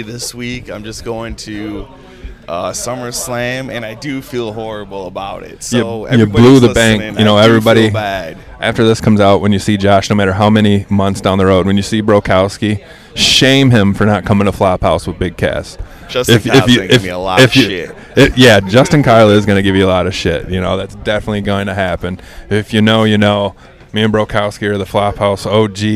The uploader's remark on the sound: This one was recorded at 9 Planets Comics and Collectibles Summer Suplex event.